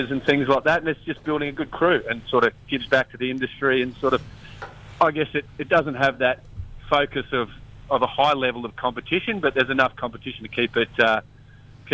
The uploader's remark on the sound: On the phone for a chat. NQ Fishing Show.